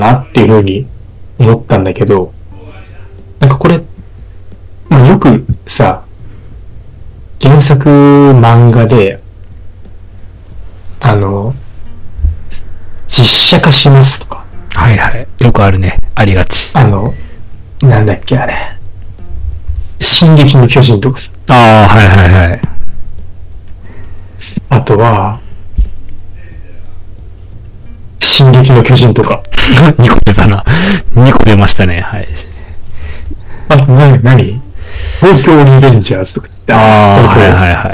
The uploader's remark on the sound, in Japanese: 設定ミスって軍事無線みたいな音質になってます。